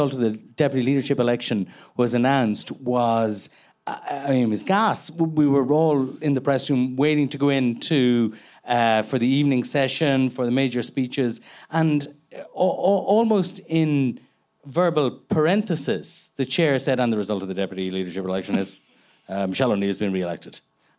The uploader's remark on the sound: Live on stage at the Dublin Podcast Festival.